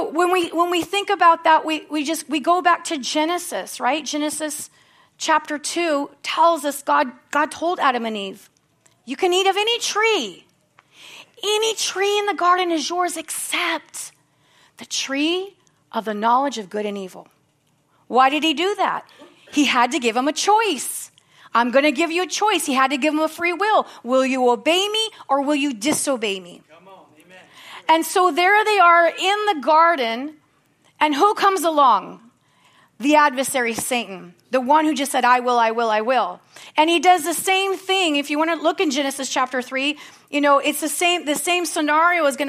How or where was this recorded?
large echoing room